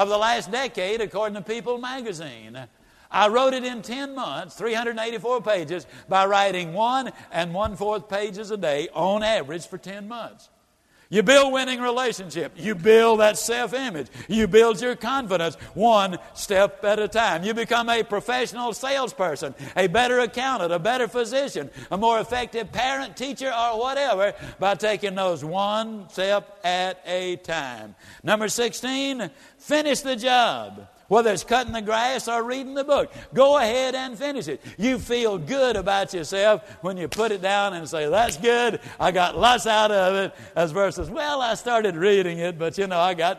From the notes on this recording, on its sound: An excerpt from an on stage presentation. It was taken from the CD and DVD set, Strategies For Success - Blueprint for Achievement.